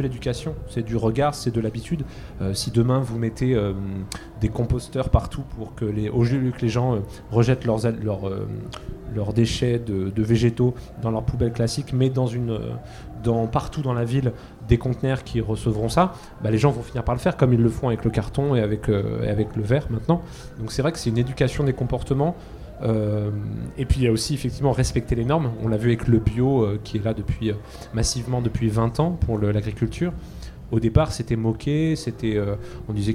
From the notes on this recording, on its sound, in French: Les 10 et 11 mai 2023, Delta Fm est allée au Nouveau Festival à Cenon (33) pour donner la parole aux lycéens porteurs de projets, venus présenter leur travail.